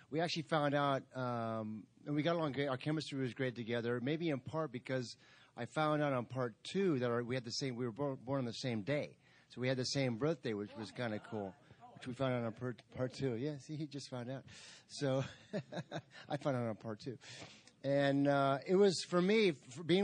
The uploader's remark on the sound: The Return of the Living Dead Reunion Panel - Pop Rock n' Horror Convention. Recorded live at the Pop Rock n’ Horror Convention.